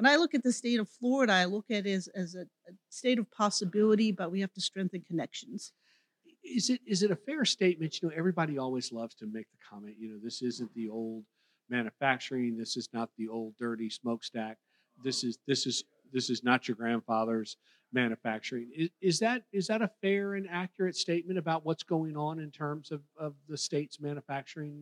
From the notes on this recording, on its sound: Recorded at the 2023 Florida Chamber Annual Future of Florida Forum. Recorded live at the Florida Chamber's "Future of Florida Forum," from Hyatt Regency Grand Cypress Resort in Orlando near Florida’s Disney World.